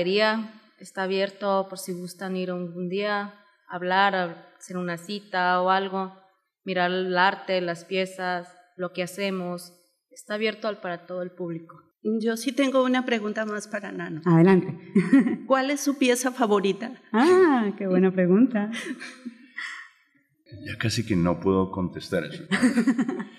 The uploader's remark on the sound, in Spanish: EPISODIO grabado con audiencia en vivo